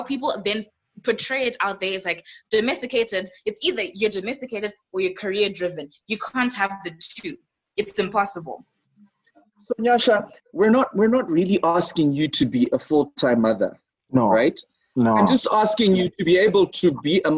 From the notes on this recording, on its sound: The first of a series of special quarantine editions done over Zoom.